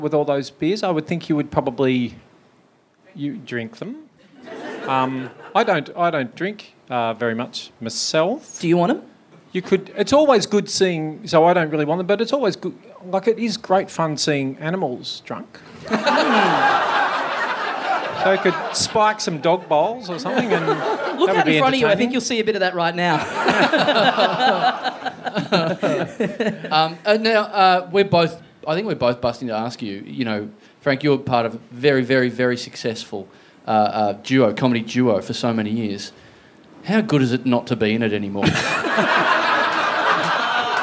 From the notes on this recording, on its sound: Recorded LIVE at the Heya Bar in Brisbane on Saturday, March 18, 2017.